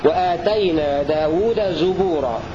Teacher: بضم الزاي في لفظ الزبور المعرف ولفظ زبورا المنكر، وقرأ الباقون بفتح الزاي في المواضع الثلاثة.